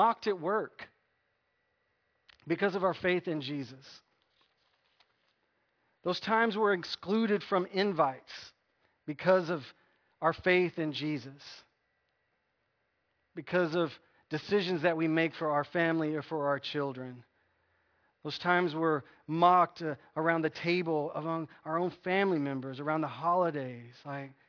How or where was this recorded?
large echoing room